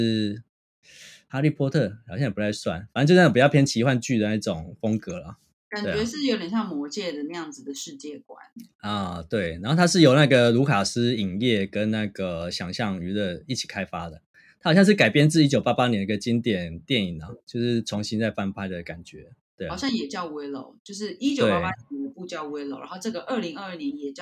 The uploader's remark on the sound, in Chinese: 在日本遠端錄音。麥克風壞掉了，音質欠佳請見諒。